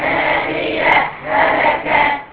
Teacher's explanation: الهاءين بقوا هاء واحدة مشددة